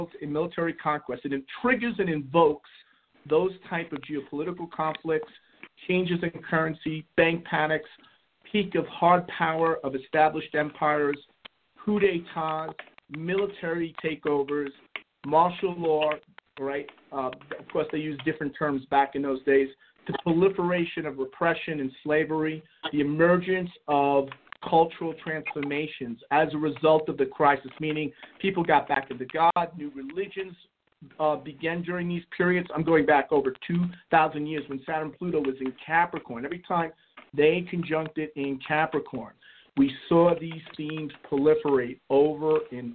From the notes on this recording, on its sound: a real, live call-in show